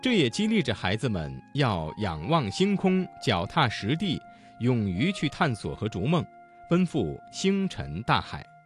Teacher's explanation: 声母是翘舌音的字有激励着的遮，脚踏实地的实，逐梦的逐，星辰大海的辰